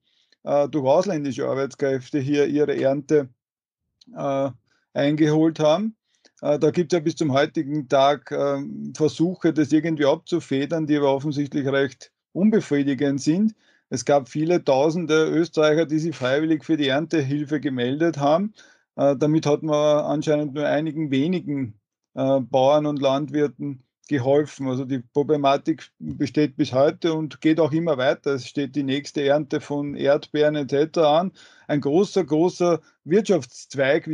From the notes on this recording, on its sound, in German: Folge wurde aufgenommen via Skype.